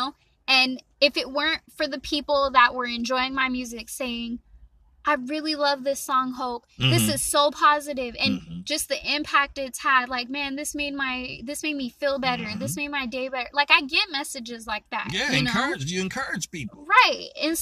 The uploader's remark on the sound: Great conversational live interview in the park